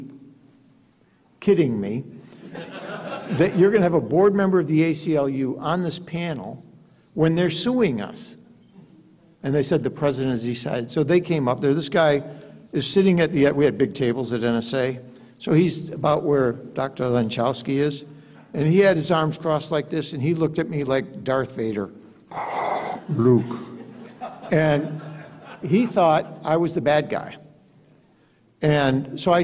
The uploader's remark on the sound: Gave the keynote address at The Institute of World Politics' 30th (+1!) Anniversary Gala on October 27th at the Mayflower Hotel.